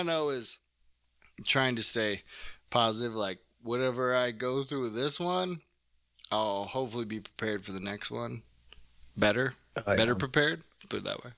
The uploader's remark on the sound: sorry if audio is bad